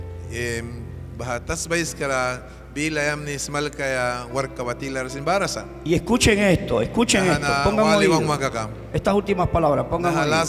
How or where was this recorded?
large echoing room